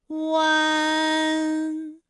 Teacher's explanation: 音呢的状态。大家可以跟我来感受一下啊，一安，哎，这三个音发完整，我们每一个状态呢都能知道它的音的流向，当然最后一定还是要归到鼻音呢才算是发完整。好，大家一起来跟我来发下面这组词：艰险、简便、连篇。好，我们继续再来发乌安。乌安的发音的时候呢，是从圆唇的后高元音乌开始，口型迅速的由合口变为开口状，舌位向前迅速滑降到不圆唇的前低元音啊的位置呢就开始升高，发啊后软腭下降，逐渐将鼻音色彩增强，舌尖迅速移到上齿龈部，最后抵住上齿龈，发出鼻音呢的状态。看啊，大家感受一下从合口改为开口状的状态，弯，是不是先从合口，然后最后变成了一个开口的状，然后最后尾音的时候呢是要到达一个鼻腔，发出一个鼻音呢的状态，弯，哎，它就发完整了。好，大家依然跟我来读一组词啊，贯穿、软断、酸软。好，我们继续再来发吁安的音。发音的时候呢，由圆唇的后高元音吁开始，向前低元音啊的方向滑降